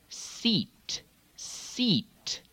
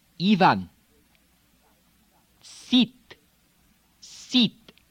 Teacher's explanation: Now, the American E tends to be almost a diphthong and tends to lilt downward. · Shown in: first take